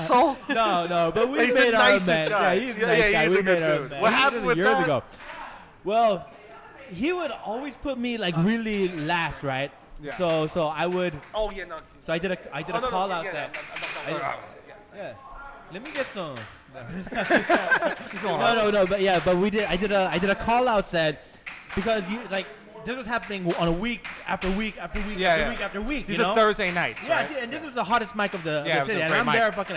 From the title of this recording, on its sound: Live at Joe Broadways